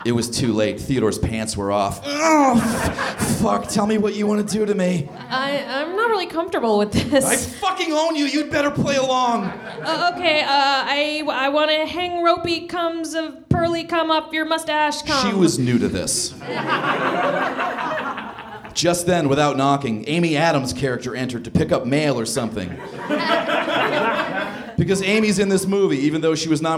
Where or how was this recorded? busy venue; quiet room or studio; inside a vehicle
busy venue